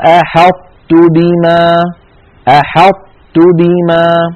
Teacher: يقرع اللسان مخرج الطاء من غير قلقلة، ثم لما يفتح لا يفتح على طاء بل يفتح على تاء · Term: الإدغام الناقص